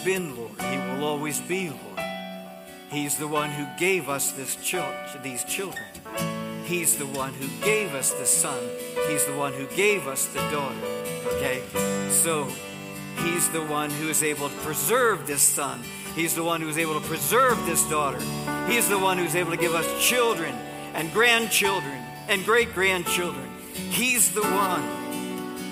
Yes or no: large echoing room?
yes